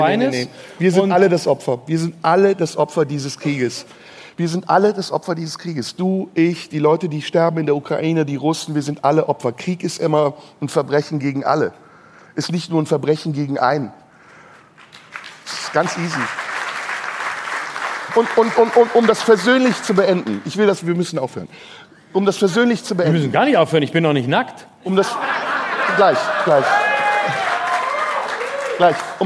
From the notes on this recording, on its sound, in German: Live im Tipi. Vor Publikum im Tipi am Kanzleramt. Dabei spielt die glühende Hitze im Zelt eine Rolle.